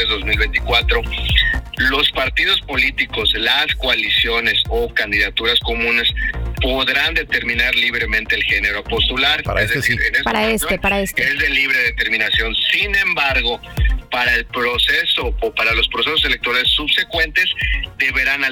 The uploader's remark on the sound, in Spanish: Entrevista telefónica